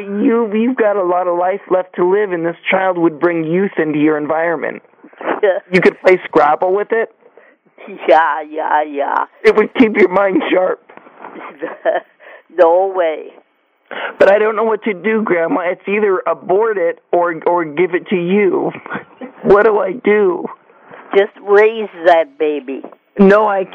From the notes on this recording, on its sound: Prank Phone Calls